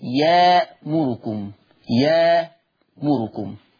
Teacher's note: قرأ ورش بإبدال الهمز في لفظ يأمركم